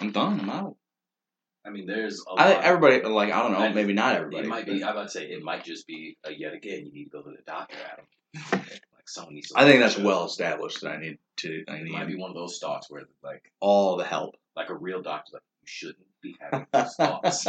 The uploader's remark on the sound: I apologize for the poor audio. Just imagine we're on a zoom call even though we aren't.